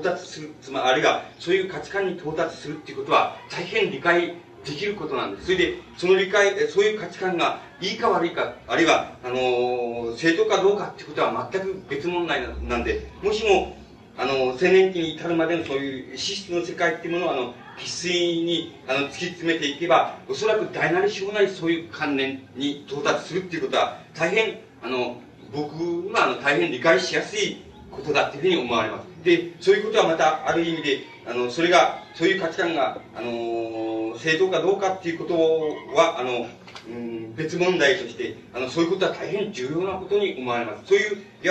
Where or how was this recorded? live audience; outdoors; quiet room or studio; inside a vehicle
live audience